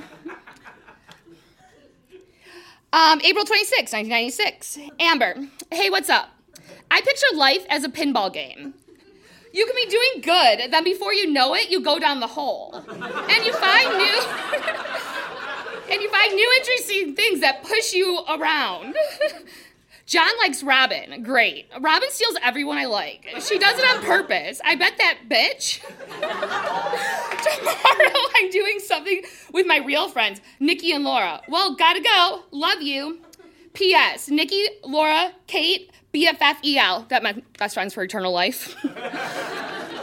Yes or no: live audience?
yes